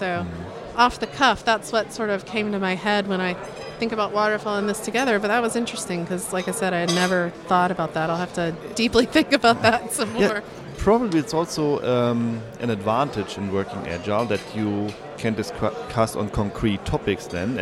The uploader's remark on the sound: Recording location was the DevOpsCon 2019 in Munich.